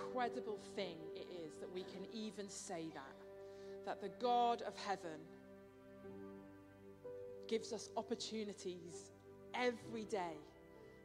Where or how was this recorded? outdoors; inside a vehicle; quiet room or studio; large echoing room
large echoing room